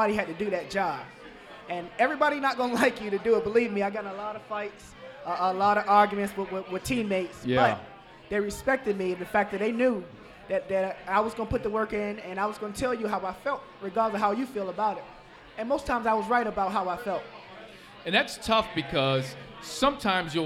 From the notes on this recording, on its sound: Live at Mio's.